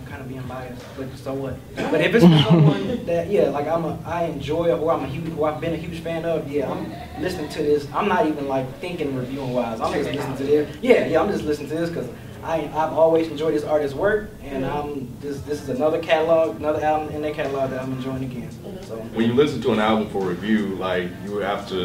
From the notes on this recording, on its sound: DEHH Live Panel Discussion.